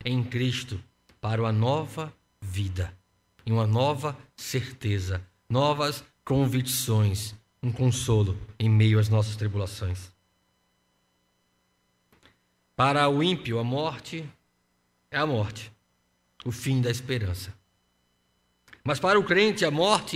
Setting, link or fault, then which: setting, large echoing room